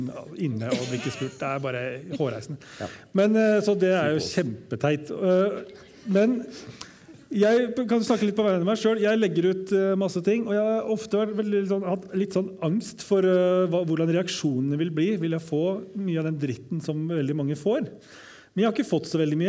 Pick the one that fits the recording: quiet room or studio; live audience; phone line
live audience